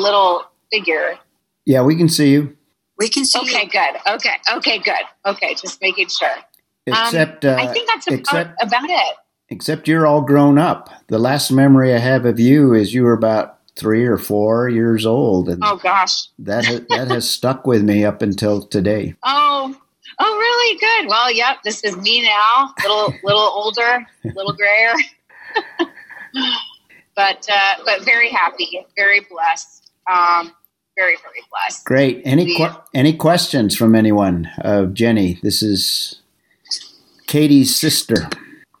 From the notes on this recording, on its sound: For our Zoom meeting #28.